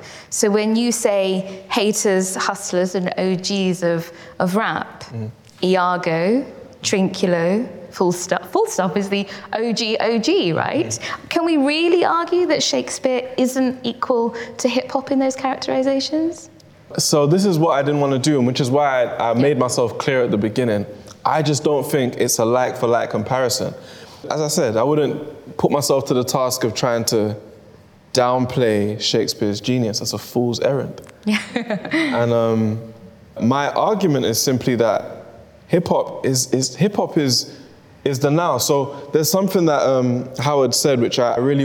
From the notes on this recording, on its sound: This event was recorded on the 9th of June 2022, at Sotheby's in London